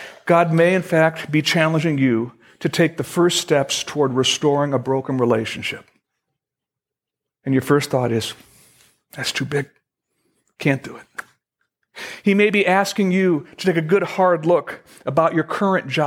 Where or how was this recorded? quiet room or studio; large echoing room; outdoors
large echoing room